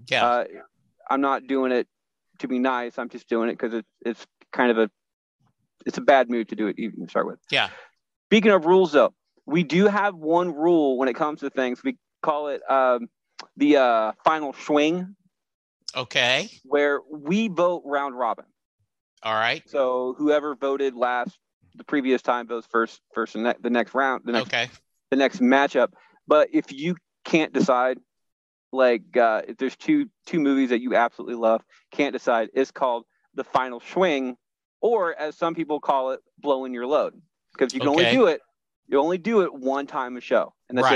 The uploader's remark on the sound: Live from his car outside a Laundry Mat